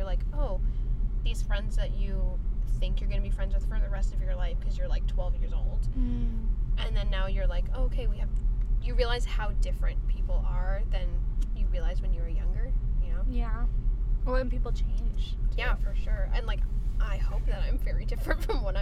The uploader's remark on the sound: Car Conversation. Sorry if the audio is weird... We were in a running car.